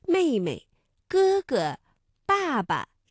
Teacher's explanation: 比如说像妹妹、哥哥、爸爸等，第二个字我们都读轻声